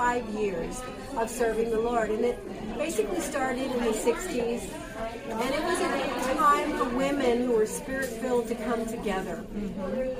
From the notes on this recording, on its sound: Please excuse the background noise. This is the only place we could meet.